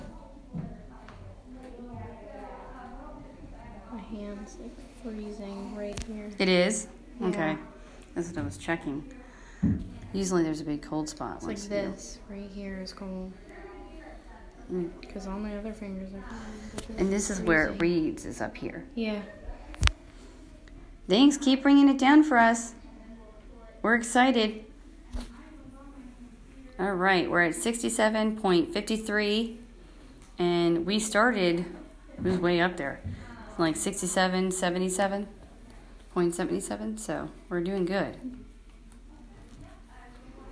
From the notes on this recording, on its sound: Snow Hill On Location: locker room & Tunnel Room.